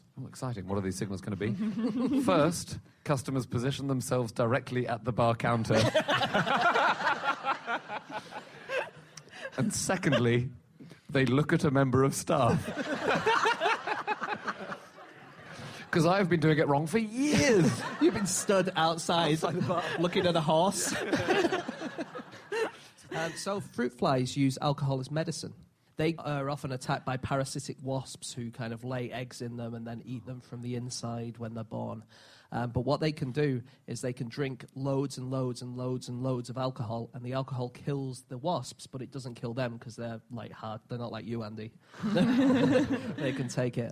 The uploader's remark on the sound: Live from The Edinburgh Festival